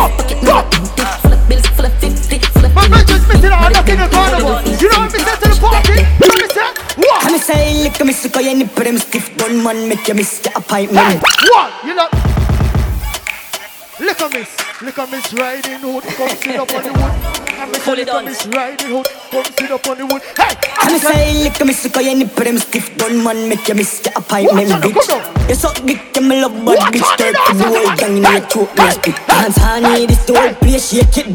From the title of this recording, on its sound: Live Audio: Notting Hill Carnival